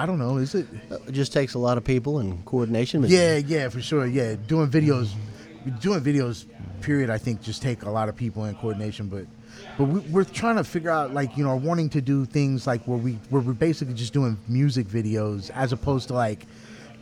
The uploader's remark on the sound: recorded June 6, 2017 at Independent Bar & Kitchen, Dallas, Texas.